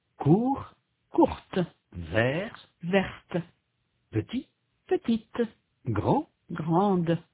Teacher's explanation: au point de vue du son, il y a à la forme féminine une consonne qui est absente à la forme masculine. La consonne finale qui est prononcée à la forme féminine est représentée dans l'orthographe de la forme masculine, mais elle n'est pas prononcée.